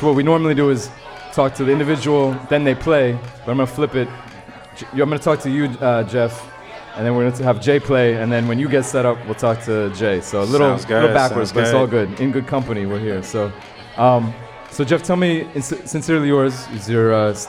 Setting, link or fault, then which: setting, busy venue